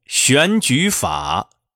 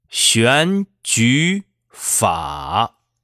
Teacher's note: 选举两个字都是由二一四变成了接近三五